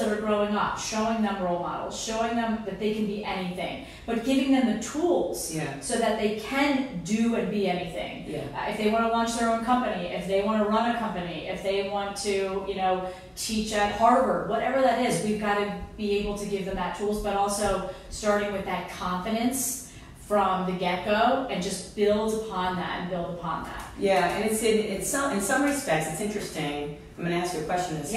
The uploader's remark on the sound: This was filmed LIVE at Luminary NYC.